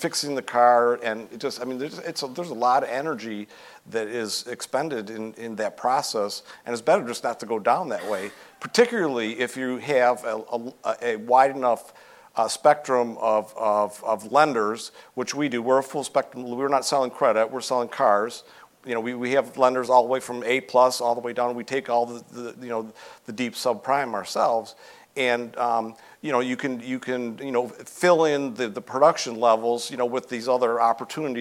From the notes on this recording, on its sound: live interview at LHPH Summit 2022